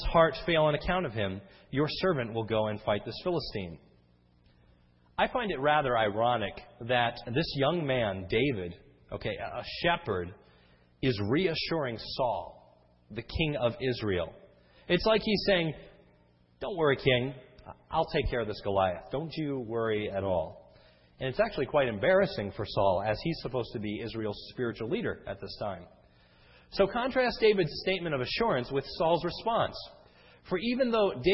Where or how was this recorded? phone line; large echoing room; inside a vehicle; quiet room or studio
large echoing room